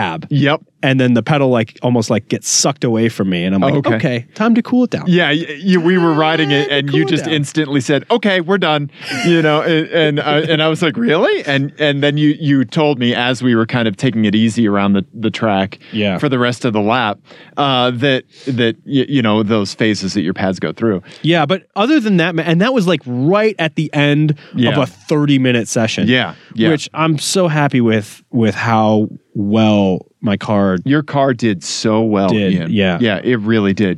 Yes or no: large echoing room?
no